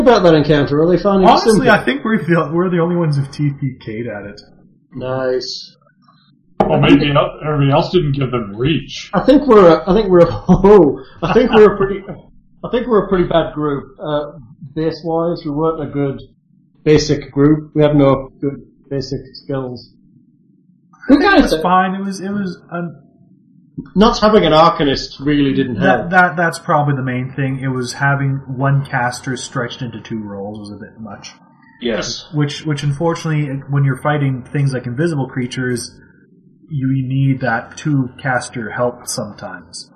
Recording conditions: poor sound quality